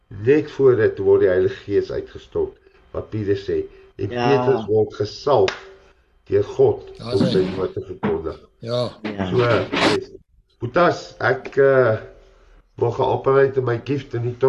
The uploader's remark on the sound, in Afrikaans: Zoom Byeenkoms 3 Nov 2022. Transformasie Tafel Zoom Byeenkoms.